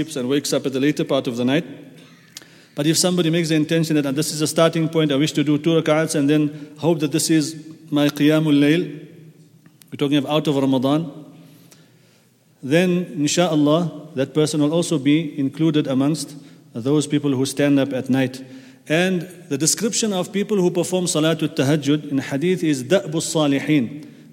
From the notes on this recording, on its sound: at the Houghton Masjid (West Street)